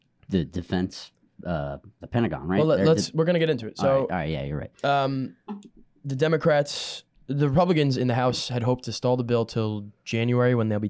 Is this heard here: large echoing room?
no